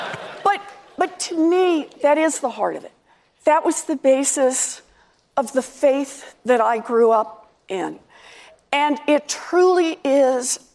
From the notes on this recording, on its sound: Answers questions during a live town hall.